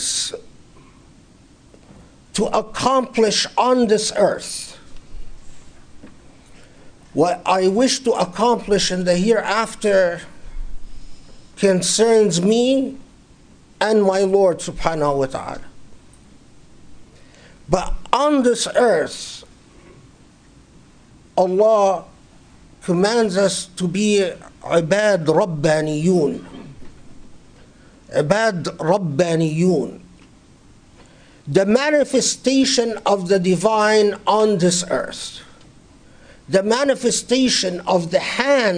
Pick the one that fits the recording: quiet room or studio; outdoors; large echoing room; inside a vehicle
large echoing room